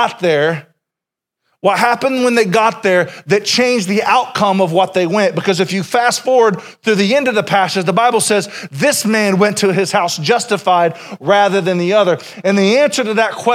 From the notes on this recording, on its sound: Sermon originally preached April 14, 2021